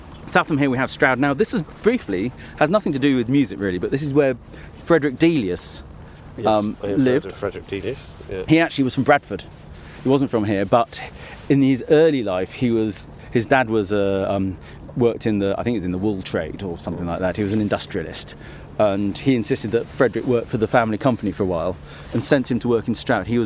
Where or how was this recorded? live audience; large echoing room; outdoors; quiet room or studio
outdoors